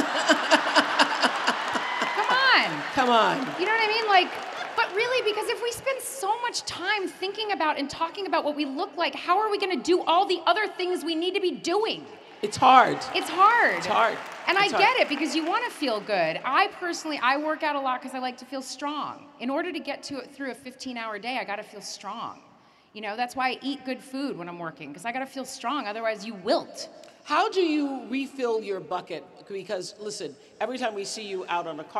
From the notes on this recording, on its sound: In front of a live audience in Dallas, Texas.